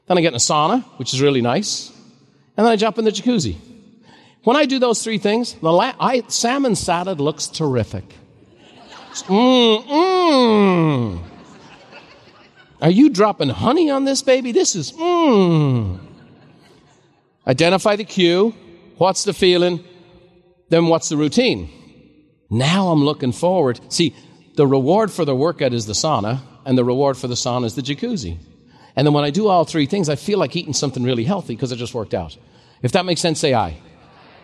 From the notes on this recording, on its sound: a special live recording